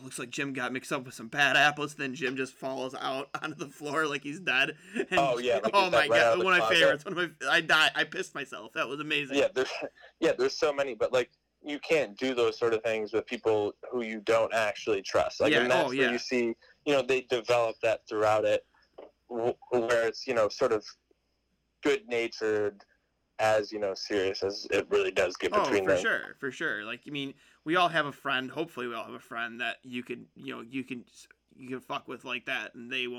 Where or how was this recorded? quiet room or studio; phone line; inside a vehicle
phone line